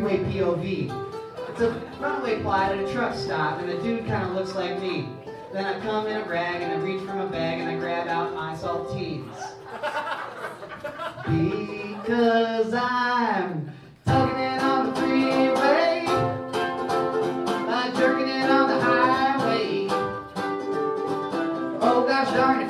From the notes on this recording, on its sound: performing stand up comedy in Bozeman, MT